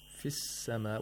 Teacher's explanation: seen as a sun letter, so the lam is not pronounced, even though it's written. And the fi becomes fi.